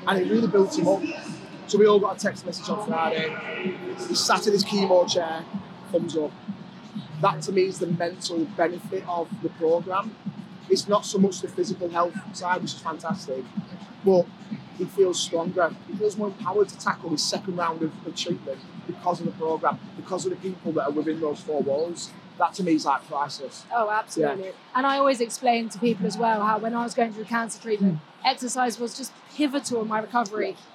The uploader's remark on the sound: These were recorded live at the Battle Cancer fitness event in London so please excuse the less than perfect sound quality.